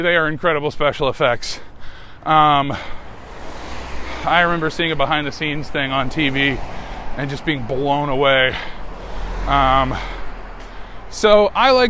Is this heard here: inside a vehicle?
yes